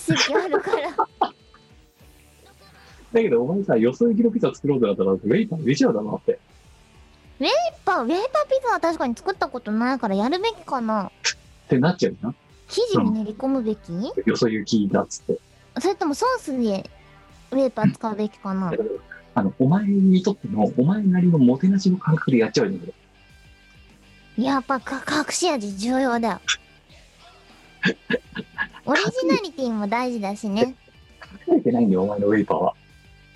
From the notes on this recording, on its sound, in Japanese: 本番組はリモート収録です。収録時環境の影響により、聴き取り辛い部分があります。